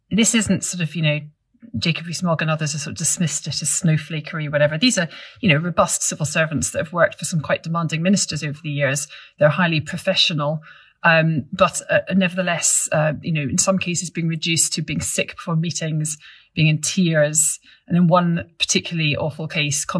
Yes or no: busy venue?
no